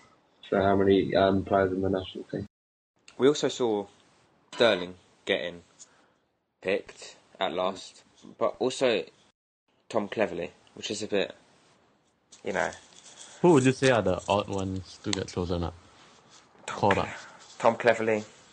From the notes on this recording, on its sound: Sorry about the bad Audio for this pod